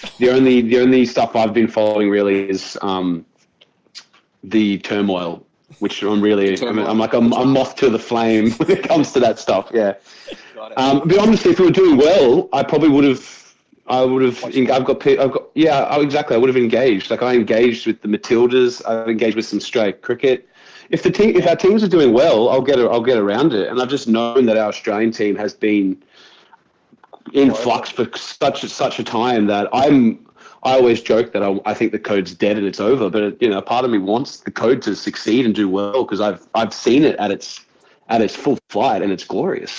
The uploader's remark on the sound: The audio on this one is not fantastic but we did the best we could with what we had.